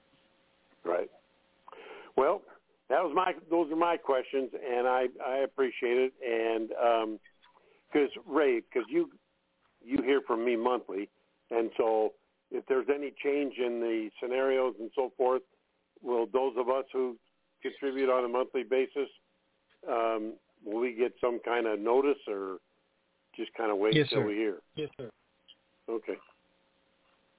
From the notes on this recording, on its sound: Conference Call